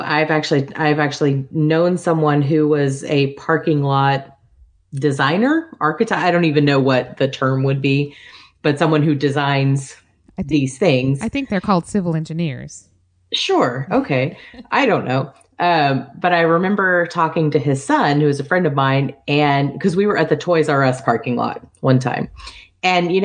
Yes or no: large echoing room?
no